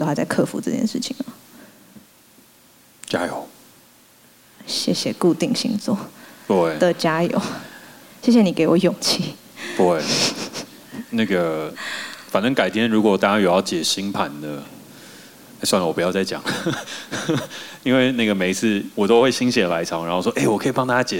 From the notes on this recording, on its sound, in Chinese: 本集內容將帶你重現《世代登出》季末之夜現場的精彩 QA 問答內容